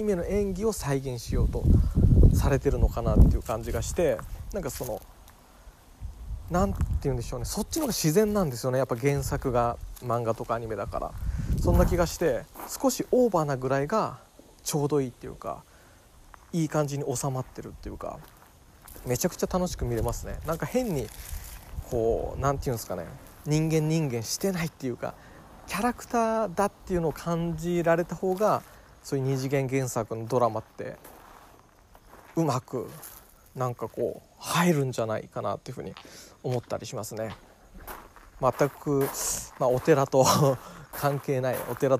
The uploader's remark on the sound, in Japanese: 境内おさんぽトーク。境内を歩きながらお話いたします。